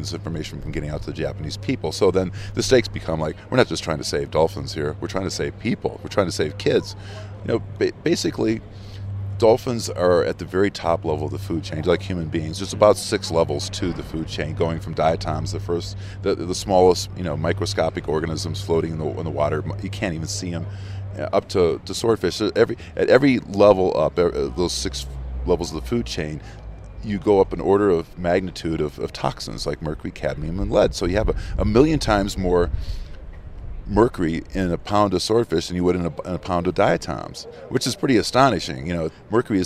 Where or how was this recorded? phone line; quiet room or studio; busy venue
busy venue